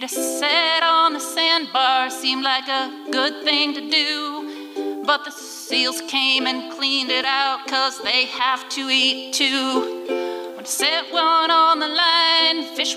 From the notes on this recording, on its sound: recorded at the Liberty Theatre on Friday, February 24th, 2023.